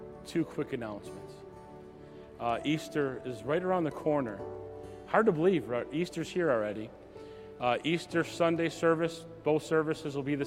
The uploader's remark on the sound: message recorded at Southtowns Christian Center